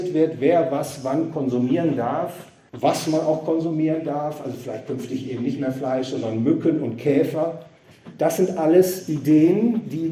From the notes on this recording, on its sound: Gehalten auf dem Fondskongress in Trier.